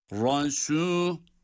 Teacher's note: Ra kalın ama sin ince.